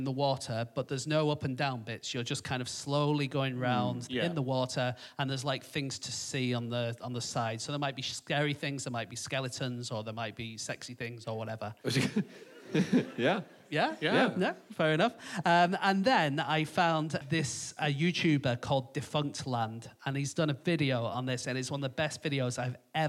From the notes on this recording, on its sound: Live from the Bloomsbury Theatre, London